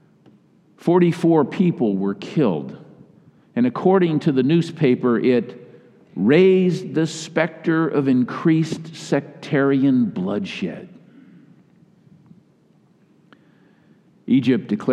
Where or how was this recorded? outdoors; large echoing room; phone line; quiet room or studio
large echoing room